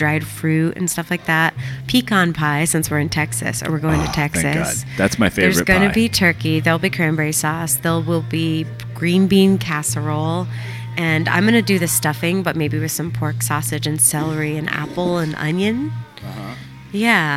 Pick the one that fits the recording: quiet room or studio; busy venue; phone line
busy venue